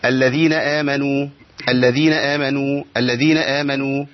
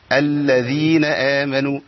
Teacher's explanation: اذا شددت اللام بعض الناس بيخففها، يعني ايه بيخففها؟ بيجيبها لام واحده · Shown in: first take